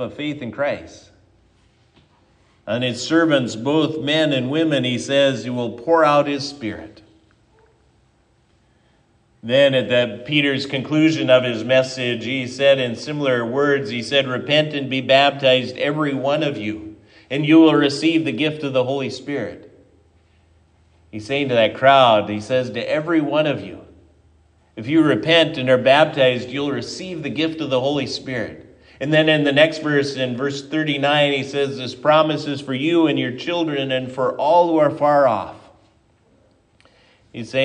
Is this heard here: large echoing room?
yes